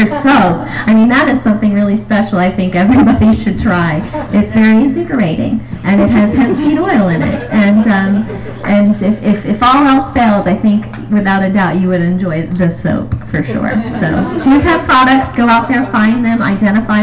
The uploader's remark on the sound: Frannys Farm Panel Q&A